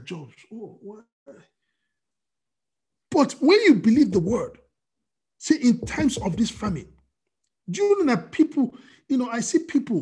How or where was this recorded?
video call